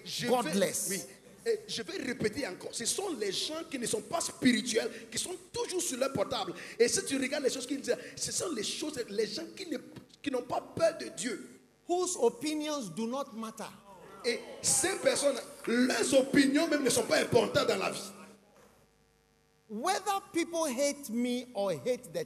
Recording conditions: large echoing room